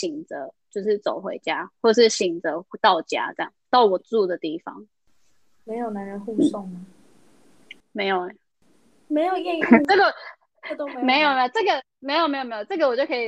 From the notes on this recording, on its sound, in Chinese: 因為她在美國 所以一樣是用遠距離的錄音。錄音品質沒有到很好 而且網路問題也有稍微小卡。